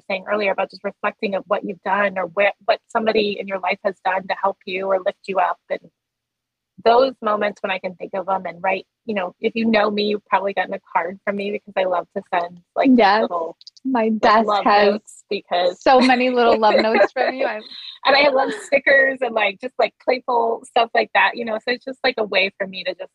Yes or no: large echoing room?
no